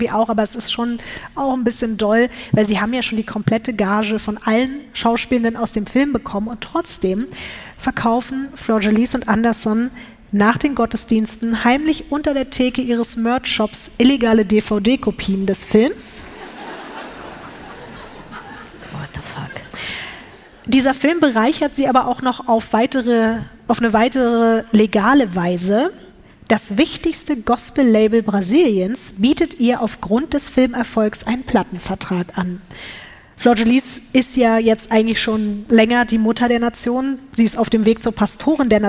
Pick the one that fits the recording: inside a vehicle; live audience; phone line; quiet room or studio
live audience